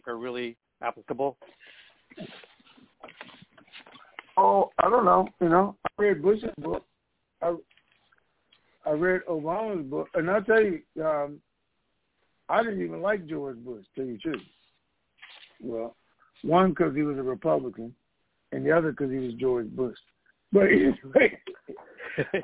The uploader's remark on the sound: TNTSuperfantastic Conference Call